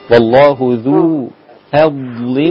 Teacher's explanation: الفاء رقيقة، لا تأخذ تفخيم الضاد